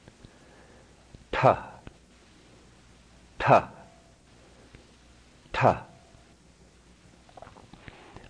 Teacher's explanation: a hard sound, minimal resonance, but this time full breath, full aspiration.